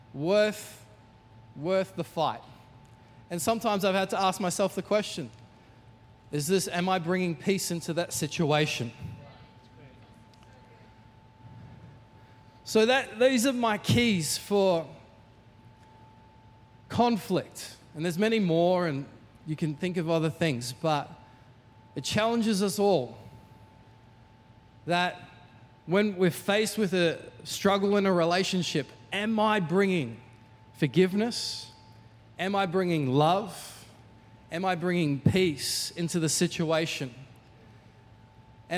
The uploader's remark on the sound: Recorded during our 5pm service on Sunday, the 26th of November 2023